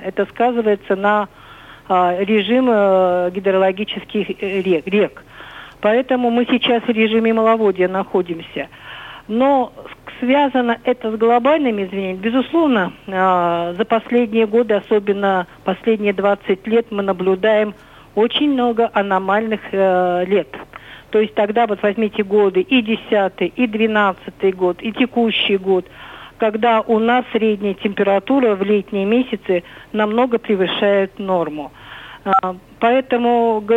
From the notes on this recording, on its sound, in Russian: По телефону.